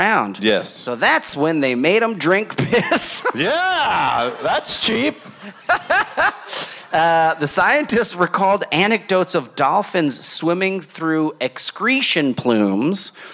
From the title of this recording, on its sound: Live From Asbury Park